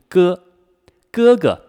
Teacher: 发歌音的时候是我们的舌根音，舌头后面舌根部分抬起来堵住我们的口腔，和喉咙里那个小小的软腭挤在一块